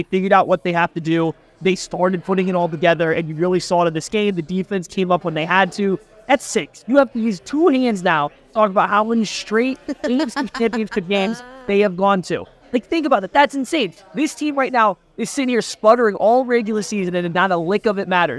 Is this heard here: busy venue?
yes